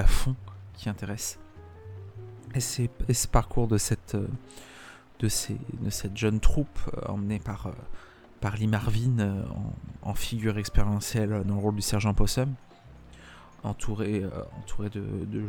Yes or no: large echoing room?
no